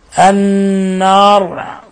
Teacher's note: نون مشددة تعطى غنة مقدارها حركتين · Term: حرف غنة مشدد